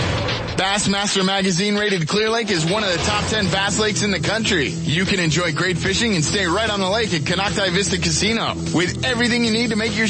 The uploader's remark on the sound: Ultimate Bass Radio - Live Bassmaster Classic Kick Off.